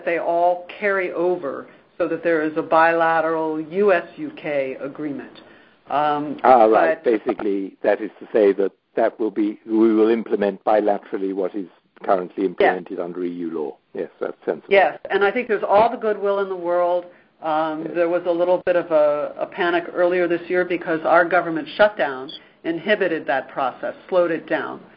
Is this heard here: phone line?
yes